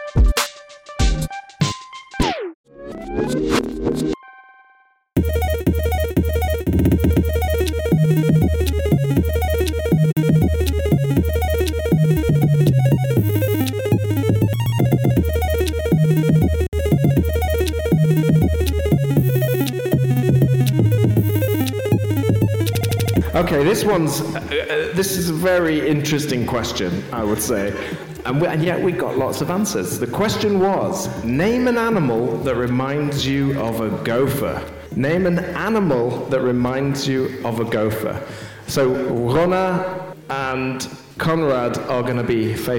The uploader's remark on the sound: Live on stage at GopherCon Europe 2022.